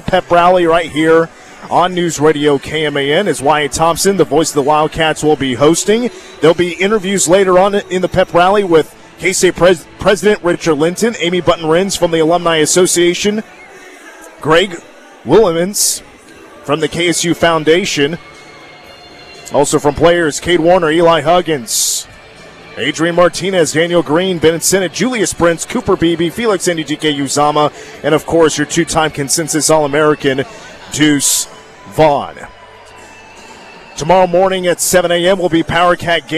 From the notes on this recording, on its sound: Press conference.